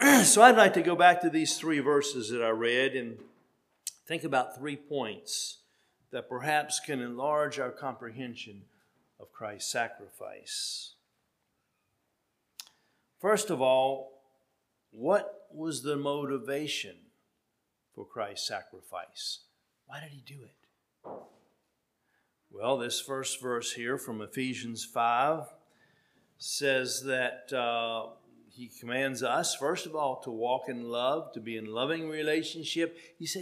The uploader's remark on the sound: At Hephzibah Mennonite Church on February 26, 2023.